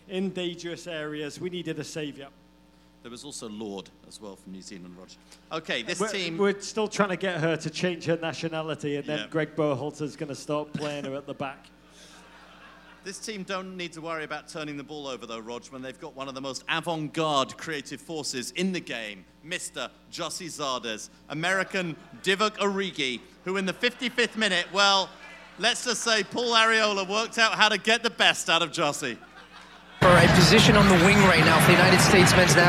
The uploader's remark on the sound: USWNT World Cup Pod Live in Philadelphia.